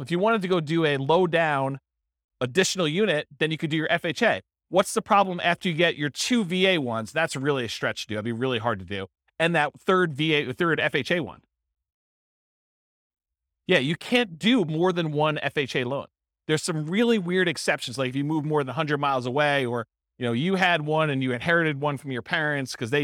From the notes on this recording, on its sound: This was a live class recorded to give investors a solid overview of the house hacking real estate investing strategy.